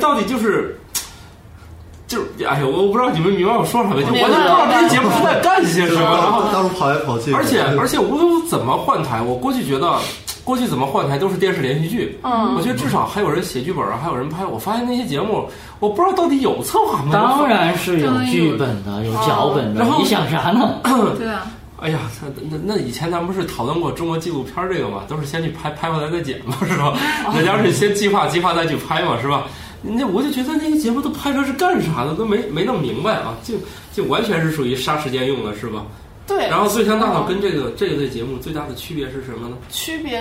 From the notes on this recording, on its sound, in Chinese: 本期节目为在张大妈办公区用录音笔录制，可能有街道上的杂音，请见谅。